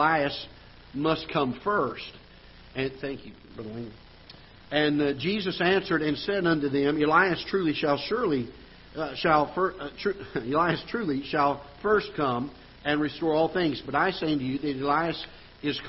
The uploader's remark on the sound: Ketha Heights Baptist Church ~ Live Broadcast